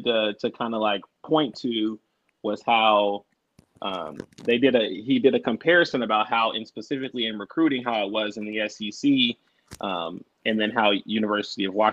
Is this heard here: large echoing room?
no